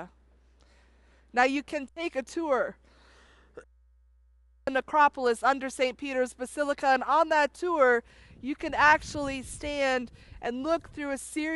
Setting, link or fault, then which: setting, outdoors